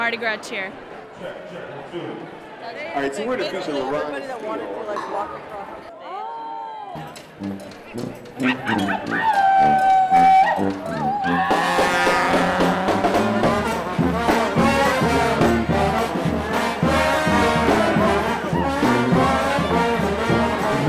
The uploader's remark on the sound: Previously unreleased recordings from Mardis Gras ’ past captured right here in Portland, Oregon… featuring live music, parades & even a Ball! Luckily, we have previously unreleased recordings from Mardis Gras ’ past captured right here in Portland, Oregon… featuring live music, parades & even a Ball!